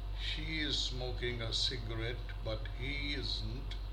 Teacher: giving extra stress on the second subject. No pauses at commas.